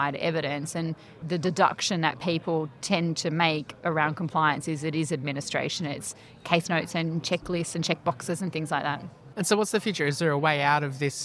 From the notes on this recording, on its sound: Earlier in the year Talking HealthTech was a supporting partner at the 4th Annual Aged Care Tech Summit 2022 in Sydney. During the event we were doing our thing, catching up with speakers after their sessions and recording quick conversations.